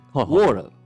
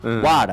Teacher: A と E の間の T は D に、母音に挟まった T は D に発音が変わる · Shown in: second take · から、ワーラウっていうのが、あの、アメリカ英語なんですよ、うん、だから同じ英語の中でも、まあ、発音